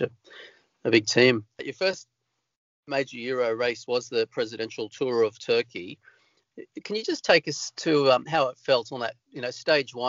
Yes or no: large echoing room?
no